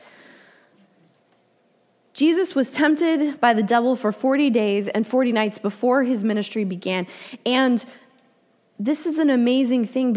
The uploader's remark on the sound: Delivered during the Contemporary Worship service.